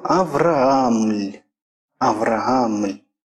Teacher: после губно-губных согласных на месте йота развивается «л»